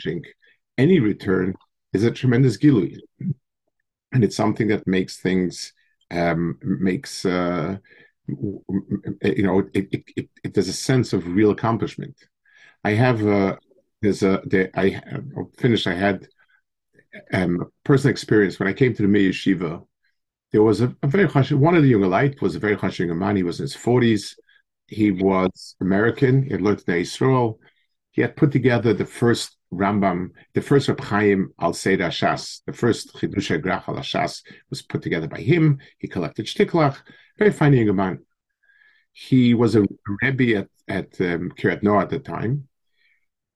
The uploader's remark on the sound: Delivered over Zoom to the staff of Yeshiva Ohr Yisroel.